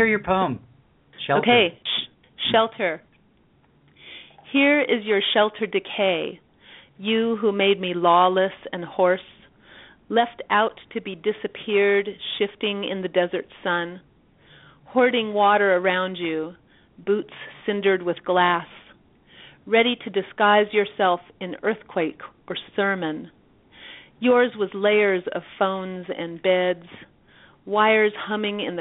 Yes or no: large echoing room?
no